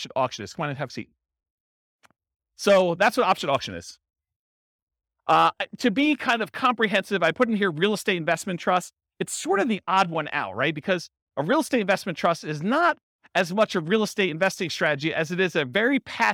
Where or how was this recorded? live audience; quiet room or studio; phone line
live audience